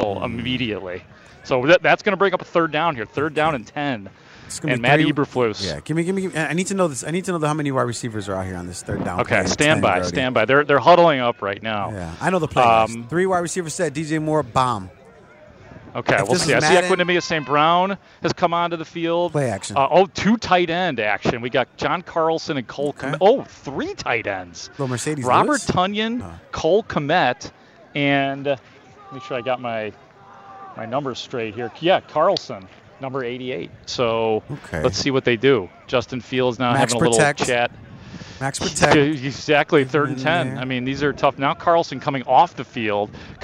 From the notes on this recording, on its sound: Shared a live report from the Bears-Colts joint practice while it was happening.